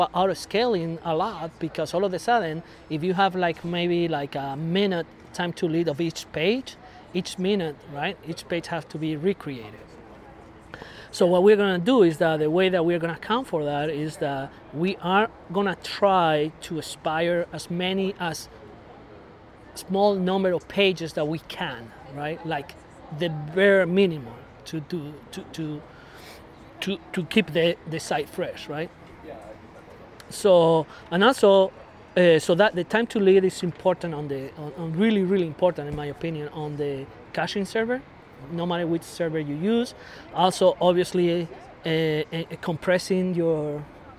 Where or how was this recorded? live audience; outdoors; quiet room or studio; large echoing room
outdoors